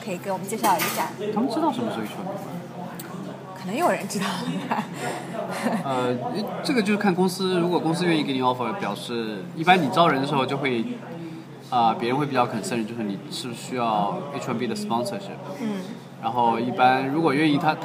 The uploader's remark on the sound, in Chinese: 本期节目音质不太理想。在纽约的某个小酒吧里边吃边聊的。